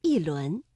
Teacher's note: 第二句“一轮明月”，这里的“一”读四声，一轮。下面两句中两个赏声字左和晚，读出来为什么声调不一样呢？解衣小酌，常露府甚妙，所以仙灵雪藕，微酣出洞，炊烟四起，晚霞。那么第一个左和乙这个赏声字相连，所以读二四调，左乙。晚霞是晚和阳平字相连，声调呢读二一调，读晚霞。一字一句练好标准普通话，一腔一调品赏中华戏曲美。欢迎大家继续锁定港好普通话，普通话架起语言桥梁，戏曲承载家国文脉。那接下来呢，就让我们走进特别板块共同文化家园，我们在婉转唱腔里领略传统戏曲的独特韵味。言状元，长腔短调，流转千载戏韵，生旦净末，演绎百媚人。